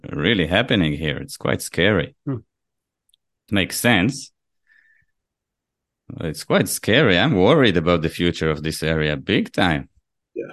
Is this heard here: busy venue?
no